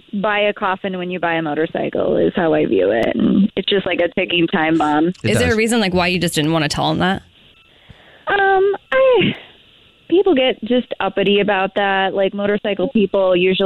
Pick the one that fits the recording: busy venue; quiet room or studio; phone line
phone line